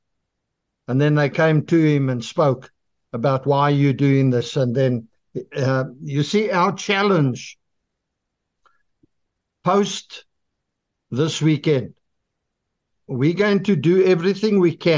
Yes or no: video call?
yes